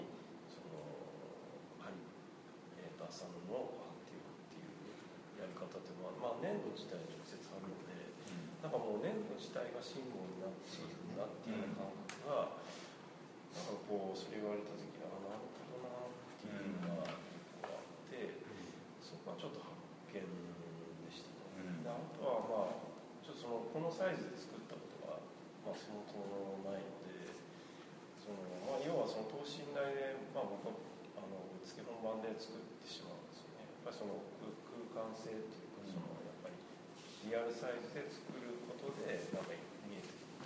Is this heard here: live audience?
yes